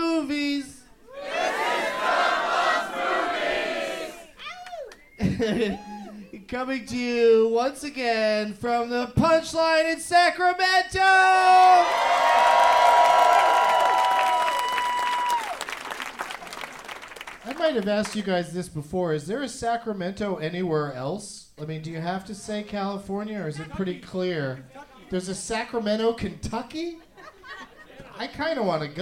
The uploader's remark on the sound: Live from the Punch Line in Sacramento. Closes out the "T8te Crazy Nights" tour.